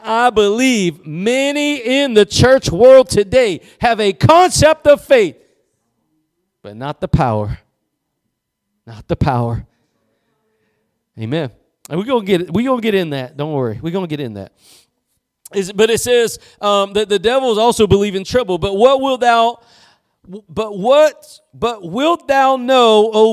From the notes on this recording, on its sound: Preached at Gospel Lighthouse in Bossier City, La.